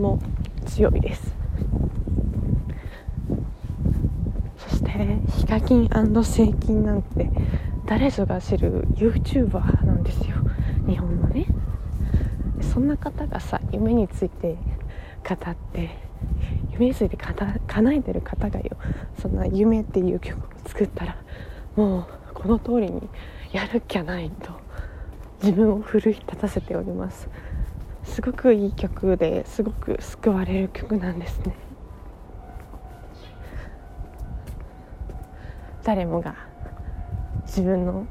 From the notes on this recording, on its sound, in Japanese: 歩きながら電車に乗るまでの12分間ラジオです